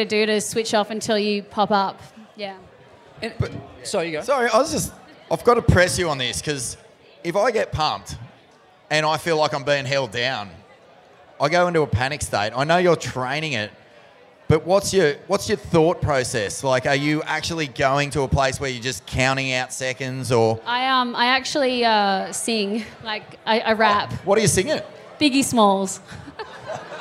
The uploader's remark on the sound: Live from the Usher Cup President's Dinner.